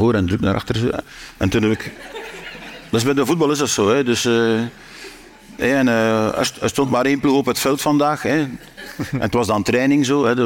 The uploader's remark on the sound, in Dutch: Live opgenomen tijdens het International Comedy Festival Geel in september 2023.